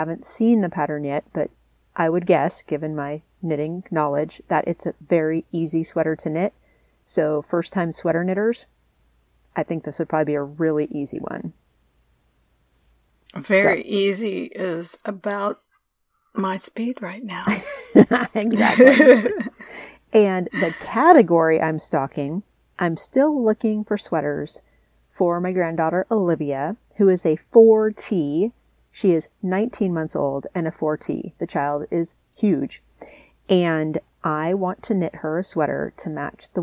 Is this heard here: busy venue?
no